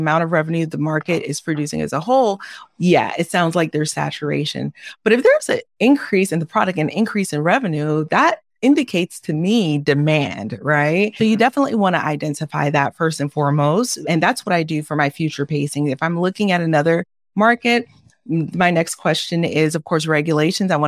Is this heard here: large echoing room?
no